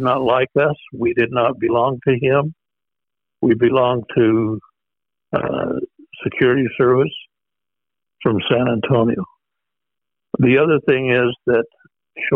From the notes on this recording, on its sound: We feature a phone interview with the Operation's Officer from Joe's squadron.